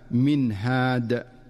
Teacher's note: فالنون الساكنة جاءت بعدها الهاء فتظهر النون إظهارا واضحا من مخرجها دون مبالغة أو تكلف · Term: الإظهار